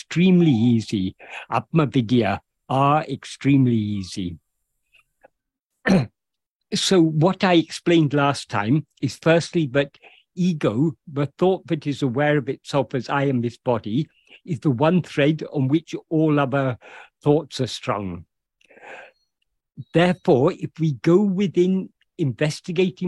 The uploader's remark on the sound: In a Zoom meeting with Ramana Kendra, Delhi, on 9th July 2023